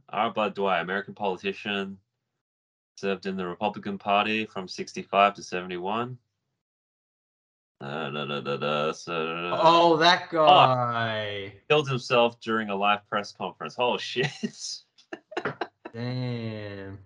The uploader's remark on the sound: do a Skype call